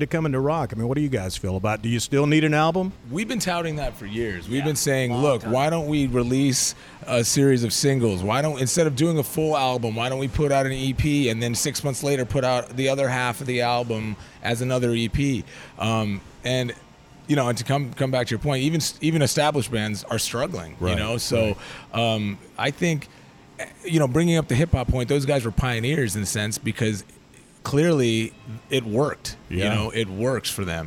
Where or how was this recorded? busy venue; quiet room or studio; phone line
busy venue